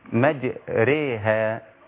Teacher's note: فميل أو الألف اللي هي دي بعد الراء أو الراء بتميل من الفتحة إلى الكسرة، بتبقى بينهم يبقى النطق أيوة هتبقى مجري وليس را ولا ري. · Term: إمالة